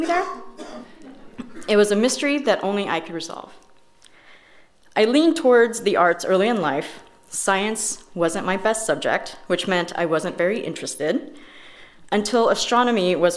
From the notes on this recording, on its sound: We gathered to enjoy eight stories presented in front of a live audience at Seattle's McCaw Hall.